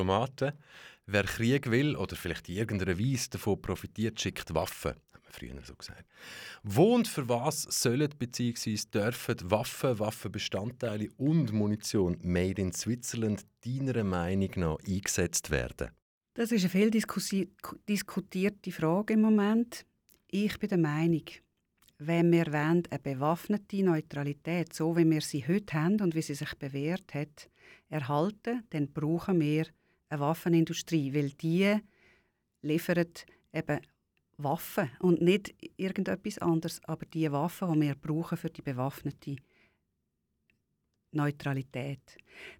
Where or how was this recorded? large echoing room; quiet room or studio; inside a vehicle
quiet room or studio